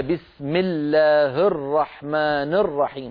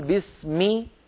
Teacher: بكسر الميم كأننا ننطق ياء، لأن الكسرة بنت الياء · Shown in: second take